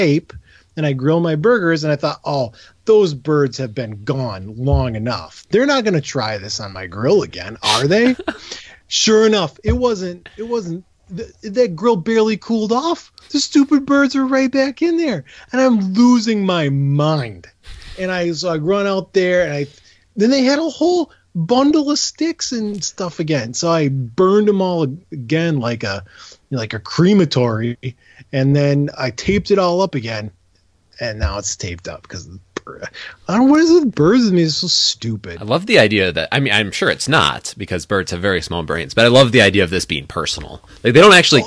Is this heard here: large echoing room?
no